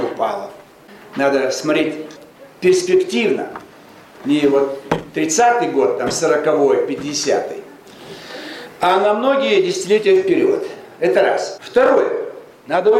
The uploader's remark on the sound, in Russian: выступил с лекцией перед студентами социологического факультета МГУ